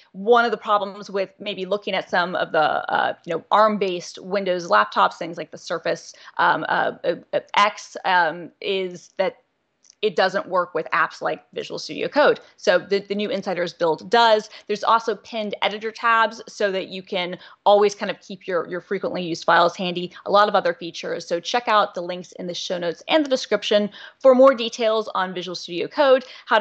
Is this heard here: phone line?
no